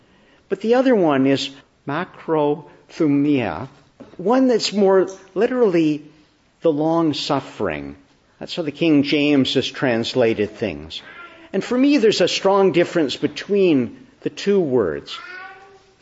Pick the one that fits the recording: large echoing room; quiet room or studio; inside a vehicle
large echoing room